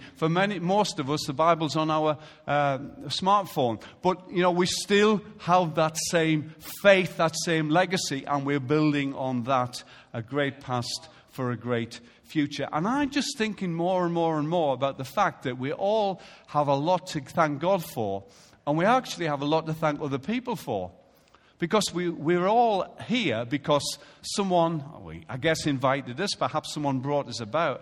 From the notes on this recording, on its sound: Recorded live at Life Church.